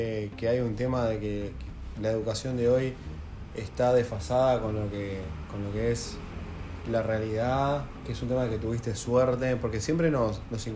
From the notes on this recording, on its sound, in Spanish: Este episodio tiene ruidos de fondo por las circunstancias en las que grabamos.